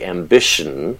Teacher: So quickly, a syllabic consonant is a consonant where the syllable is taken up primarily by that consonant, or it forms the nucleus, if you will, of the syllable. So in a word like ambition, the shn syllable has two elements, sh and n, but there is no vowel element.